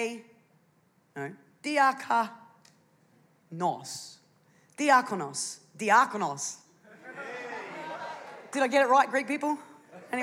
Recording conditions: large echoing room